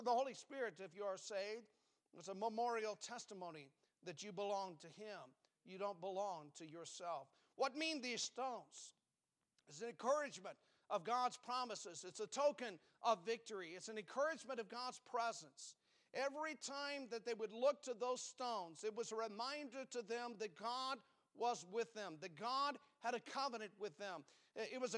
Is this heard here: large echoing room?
yes